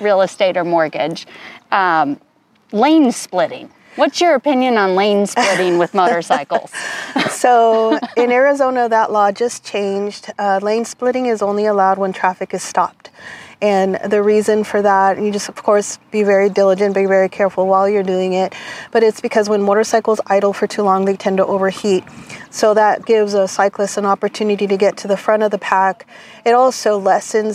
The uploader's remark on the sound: This podcast we went outdoors for a special field trip episode. Bathed in the warmth of a 71-degree February day.